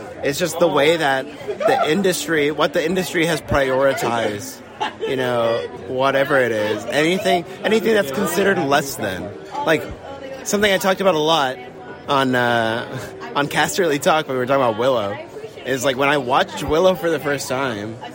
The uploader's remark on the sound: LIVE From Star Wars Celebration 2023. A LIVE episode from the final day of Star Wars Celebration London!